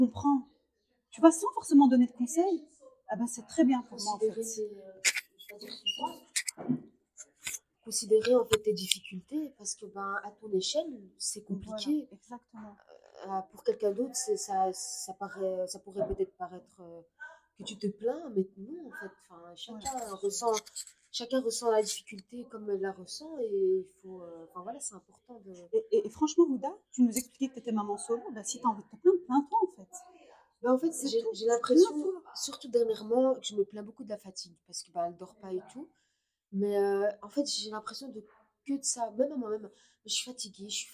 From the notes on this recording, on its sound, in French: Je m'excuse pour les bruits de fond et de micro.